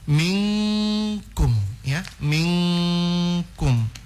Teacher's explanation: Jadi nun sukun ini jangan kedengaran jelas min, tapi langsung disamarkan nunnya ke ng, ya, ke ng, minkum, ya, minkum. · Term: ikhfa